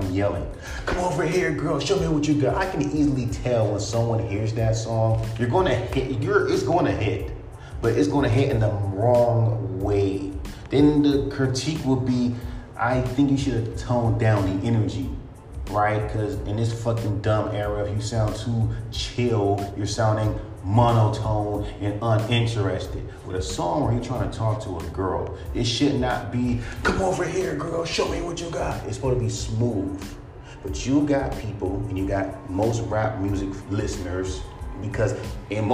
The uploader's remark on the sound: Just saying sorry for the background noise I had to speak on this.